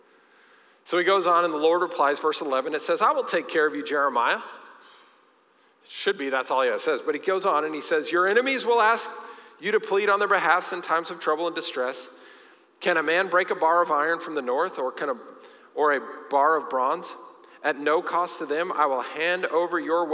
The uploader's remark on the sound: Recorded live during our Sunday morning service